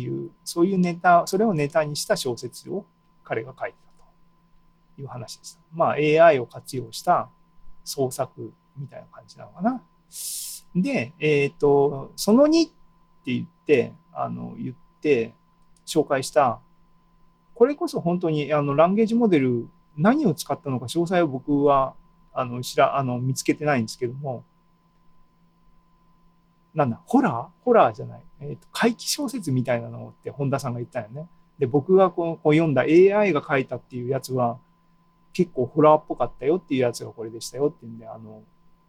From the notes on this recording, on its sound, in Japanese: ２０２２年７月２７日に開催した ZOOMライブの模様です